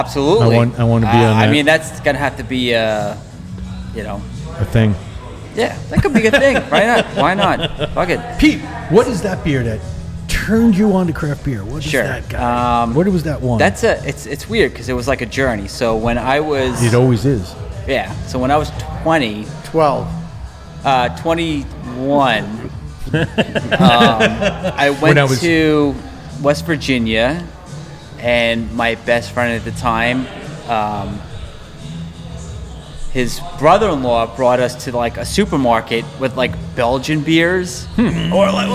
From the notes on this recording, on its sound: LIVE show at South Shore Craft Brewery in Oceanside NY.